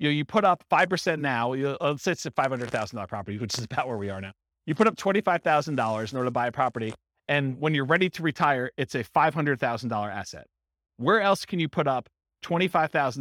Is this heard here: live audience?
yes